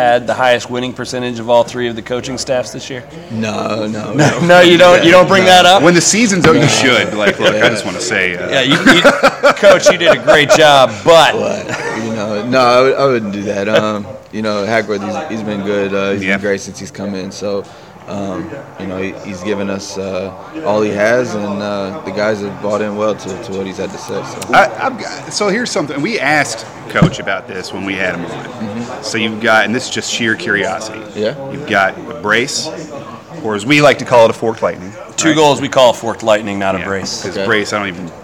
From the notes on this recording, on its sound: In The House was LIVE from Oxmoor Toyota with a plethora of special playoff guests.